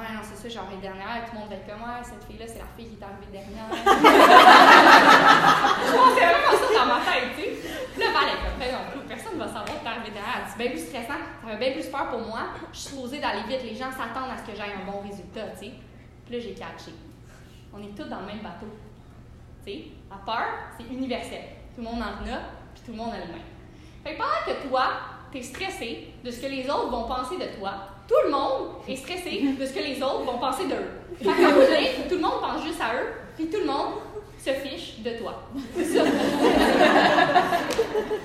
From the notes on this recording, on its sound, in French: Une conférence offerte en 2019 lors de la tournée « Actually I can » en collaboration avec Arc’teryx, un événement alliant empowerment au féminin et aventures en plein air.